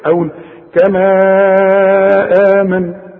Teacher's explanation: اذا يبقى في فرق هنا عند الوقف، اذا وقفت على كما اديها حركتين فقط، انما اذا وصلت امدها اربع حركات